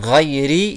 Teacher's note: Ghayri, il n'est pas emphatique. Parce qu'il y a une kasra.